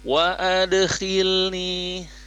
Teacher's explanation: Wa adkhilni ada di ujung tenggorokan ya, huruf kho itu makhrajnya. Wa ad setelah dipantulkan huruf dal, wa adkhil.